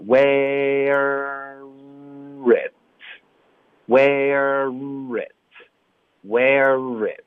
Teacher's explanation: 嘴唇的动作会加厚度在这个音质上，嗯，所以我们有一个 where，你会撅嘴，你是卷舌先再撅着嘴盖住这个卷舌的音，然后两个同时放松